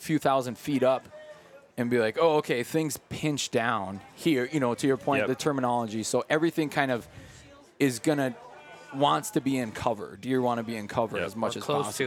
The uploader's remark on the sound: at The Nomadic Outdoorsman booth